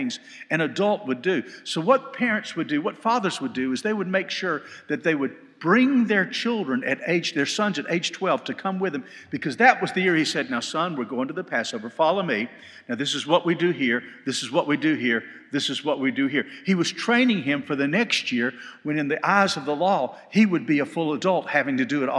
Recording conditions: live audience